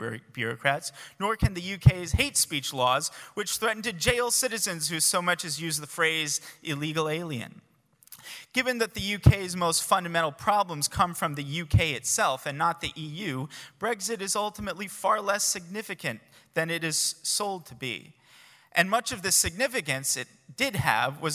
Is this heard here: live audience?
yes